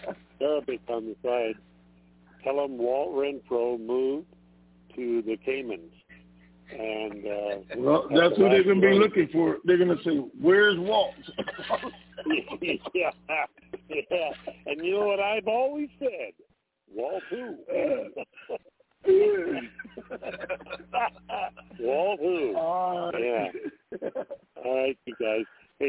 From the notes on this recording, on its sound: Conference Call